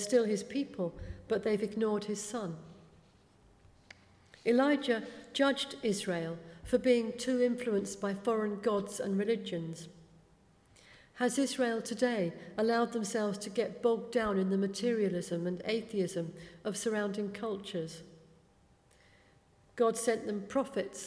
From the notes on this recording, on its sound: speaking at the 11 o'clock service